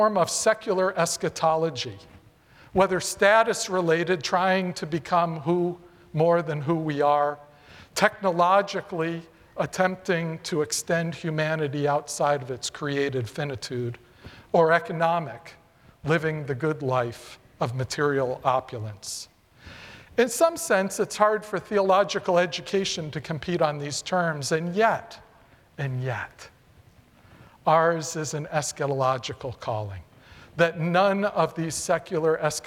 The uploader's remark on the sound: presented by Asbury Seminary Kentucky Chapel, recorded on Tuesday, September 5, 2023 at Asbury Theological Seminary's Kentucky campus